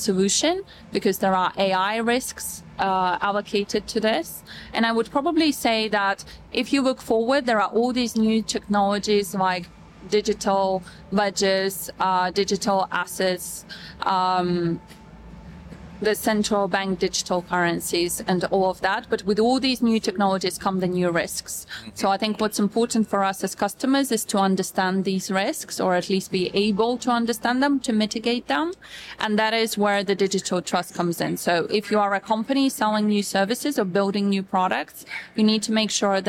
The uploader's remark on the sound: taped at Money 20/20 Europe in Amsterdam